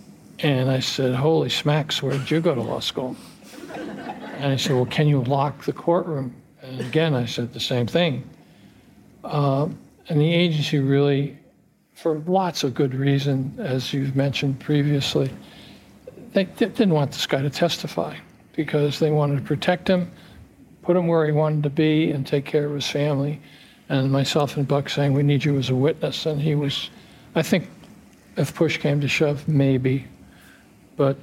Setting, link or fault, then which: setting, live audience